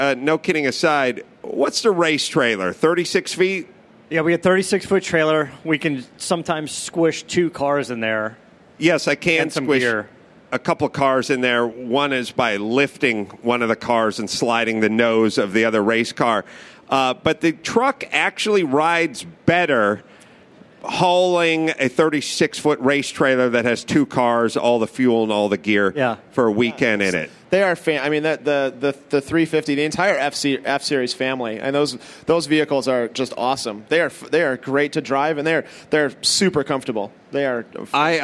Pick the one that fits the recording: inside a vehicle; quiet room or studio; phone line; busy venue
busy venue